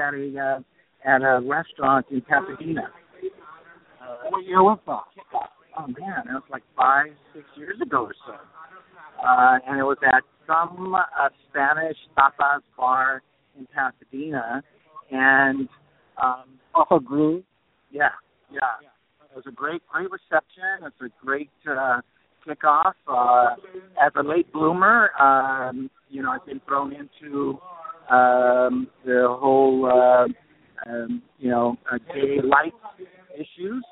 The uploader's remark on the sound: Live from the 2015 HONOR PAC Gala Celebration. La Plaza de Cultura y Artes. Los Angeles, CA 90012.